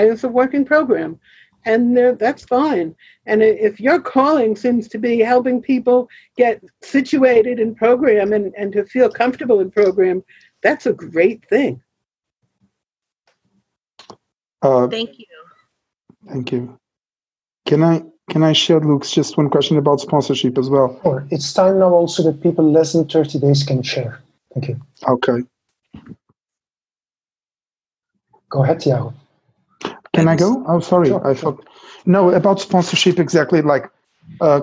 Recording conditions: video call